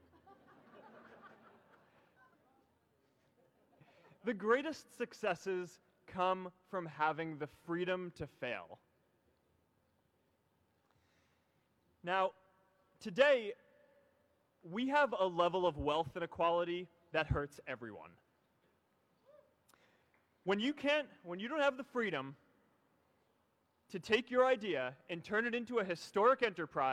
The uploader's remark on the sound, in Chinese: 在哈佛大学的演讲